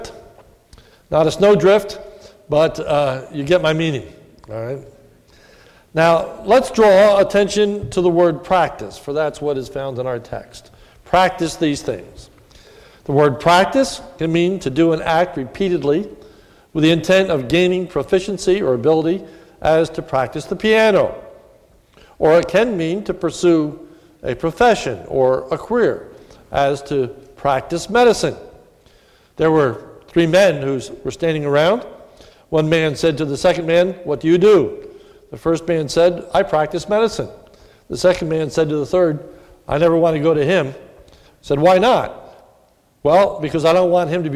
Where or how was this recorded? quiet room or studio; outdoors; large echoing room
large echoing room